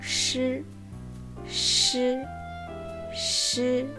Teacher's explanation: Suena muy similar a la sh de inglés sh, tal vez un poquito más cerrada